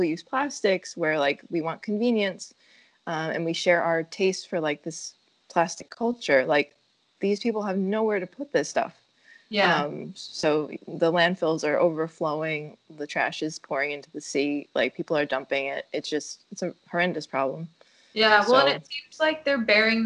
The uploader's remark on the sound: We are recording from all over the country via skype - occasionally there are some audio issues due to that.